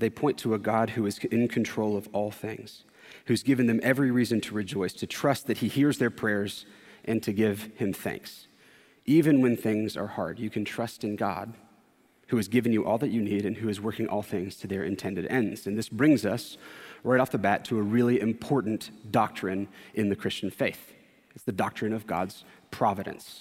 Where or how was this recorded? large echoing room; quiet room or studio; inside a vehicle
large echoing room